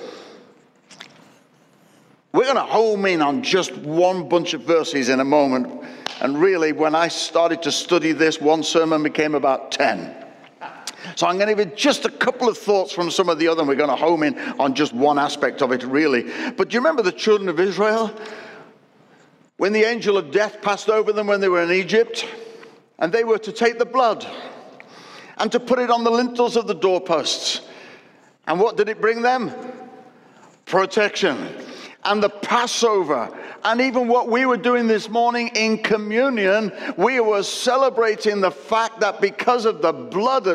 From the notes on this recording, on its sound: Recorded at Destiny Church, UK, WF1 4AF